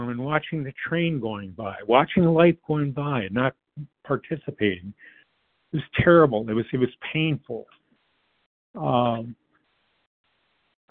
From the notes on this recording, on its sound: 100 Pounders Phone Meeting